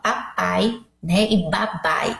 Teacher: Se a gente falar papai, né, e babai, vai ver que é o movimento dos lábios, um batendo no outro, que a gente fala bilabial, e que é idêntico ali.